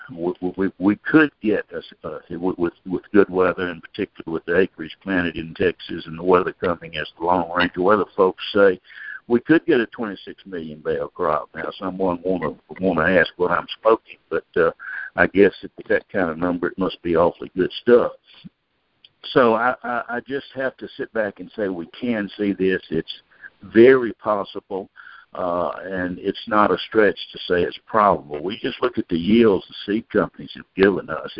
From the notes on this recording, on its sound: Monthly Conference Call On Cotton.